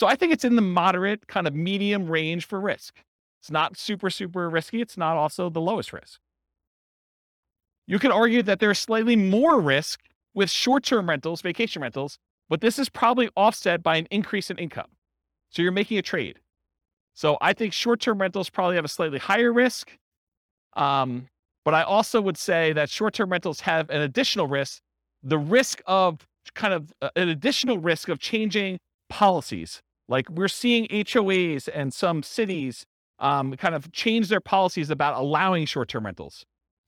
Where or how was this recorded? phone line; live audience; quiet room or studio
live audience